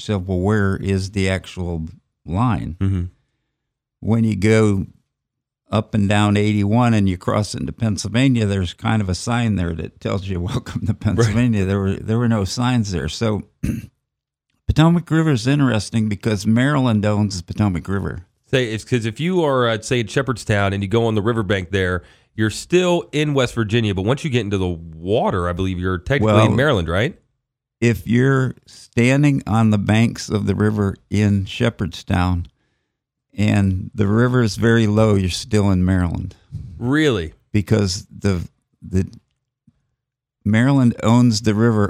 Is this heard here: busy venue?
no